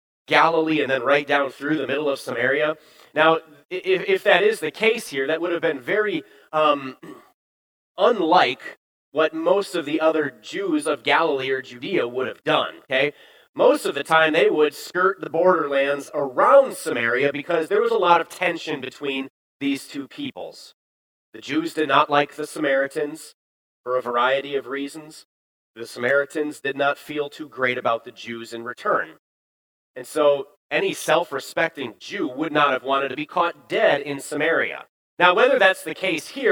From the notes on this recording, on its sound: Bethany, Appleton, WI. Preached this sermon at Bethany's Sunday worship on October 9, 2022.